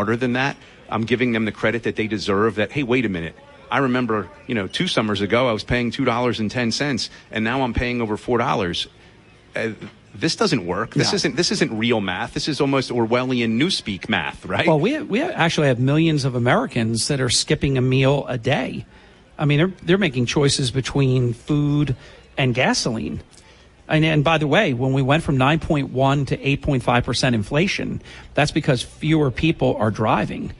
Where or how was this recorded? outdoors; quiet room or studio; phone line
outdoors